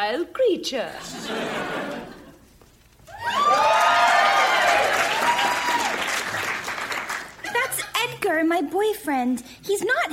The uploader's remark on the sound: Recorded Live 2/1/2014 at Largo, Los Angeles.